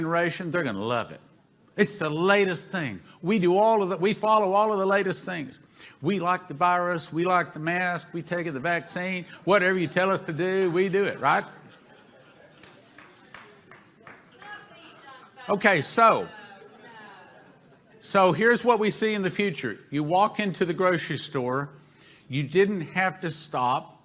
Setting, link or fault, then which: setting, live audience